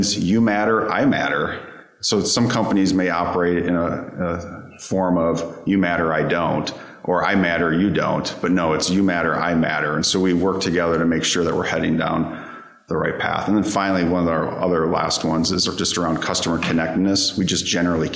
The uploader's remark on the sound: We’re recording from Analytics Unite, the three-day live summit that gathered today’s leading minds in retail and consumer goods analytics.